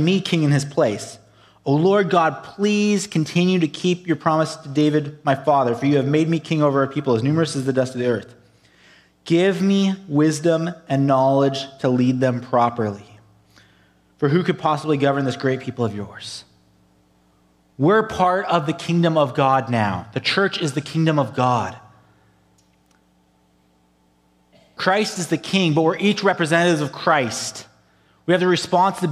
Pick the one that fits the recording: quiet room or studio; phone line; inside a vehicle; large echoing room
large echoing room